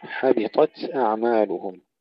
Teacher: حبطت ترقيق الحاء تفخيم الطاء وتفخيم التاء